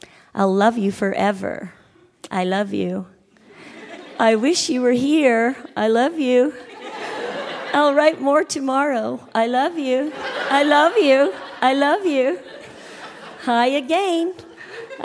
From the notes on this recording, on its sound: Recorded live at the Florence Simmons Performance Hall in Charlottetown.